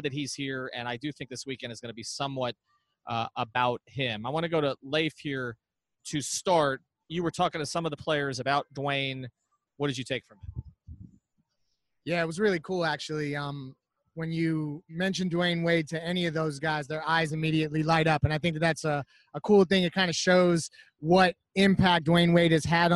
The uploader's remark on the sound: LIVE from All-Star Weekend Special. Live at All-Star weekend in Charlotte.